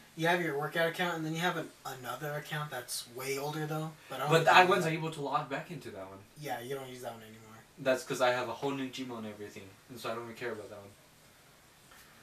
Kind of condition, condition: fault, poor microphone